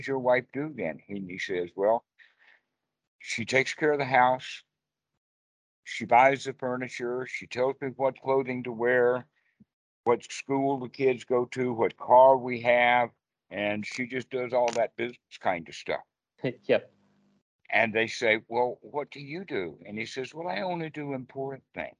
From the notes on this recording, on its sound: skype calls on this channel